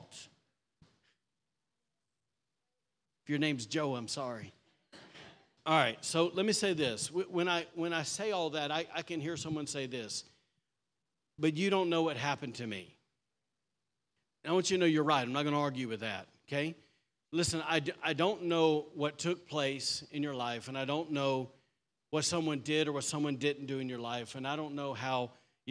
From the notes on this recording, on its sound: Was recorded on Sunday, October 22nd, 2023, during service at The Anchor Church in Rockport, Maine.